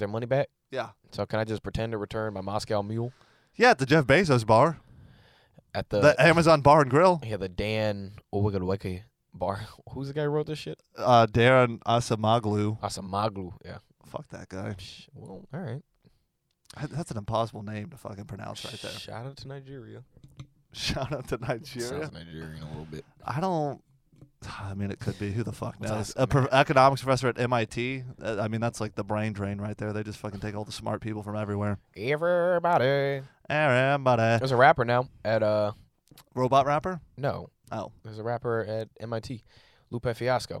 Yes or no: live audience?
no